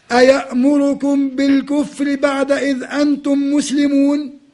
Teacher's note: لاحظ النبرة العالية في الإنكار